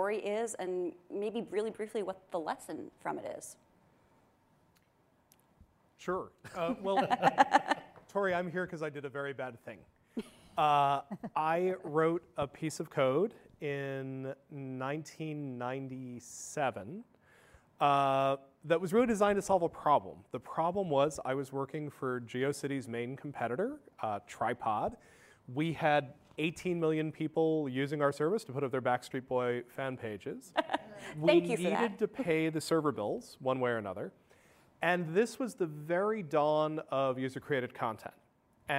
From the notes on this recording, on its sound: Live from ASU California Center at the historic Herald Examiner Building.